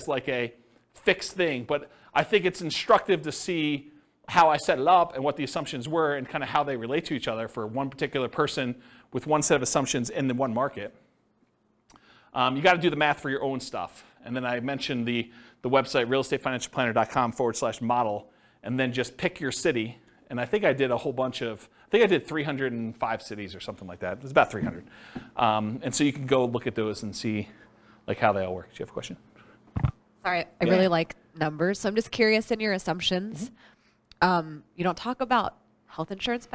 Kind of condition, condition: setting, live audience